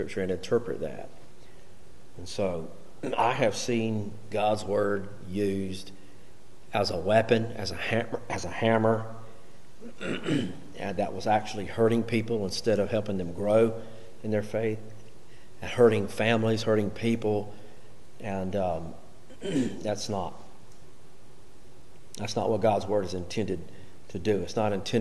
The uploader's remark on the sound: Recorded during Wednesday night Bible Study.